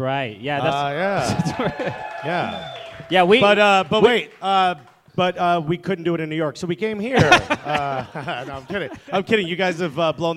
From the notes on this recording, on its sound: Live Podcast at Red Clay Comedy Festival. This episode was recorded live at Argosy in East Atlanta Village.